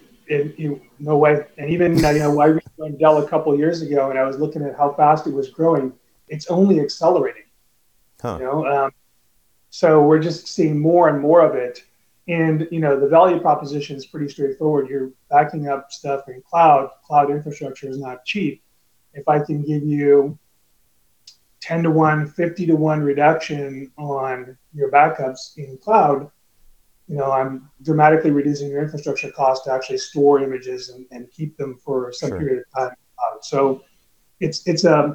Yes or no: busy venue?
no